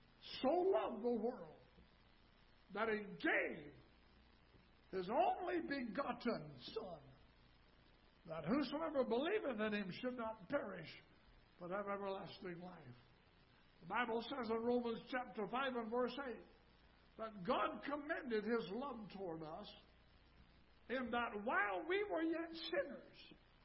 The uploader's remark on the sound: Ketha Heights Baptist Church ~ Live Broadcast.